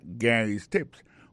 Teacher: accent tombe sous premier syllabe là